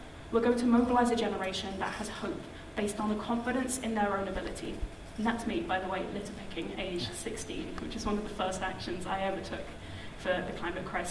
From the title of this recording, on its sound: Live from IFC 2023